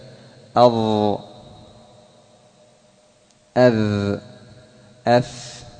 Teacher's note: من طرف اللسان مع أطراف الثنايا العليا